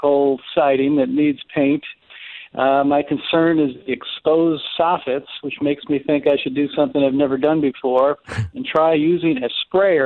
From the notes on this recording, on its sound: Takes your phone calls on various home improvement problems and projects.